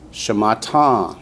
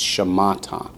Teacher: I accented the last syllable more than I should have · Shown in: first take · It's shamata.